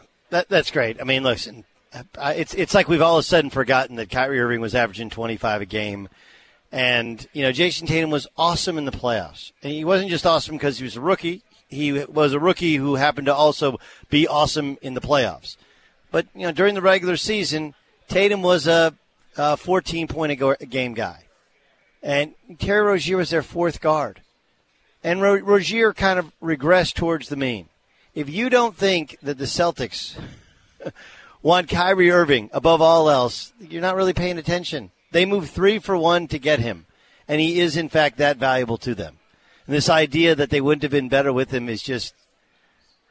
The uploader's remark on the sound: broadcasts live from the US Open at Shinnecock Hills